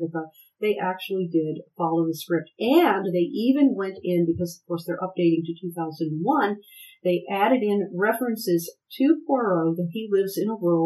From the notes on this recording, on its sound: The sound is a bit rough, but future episodes are better, honest!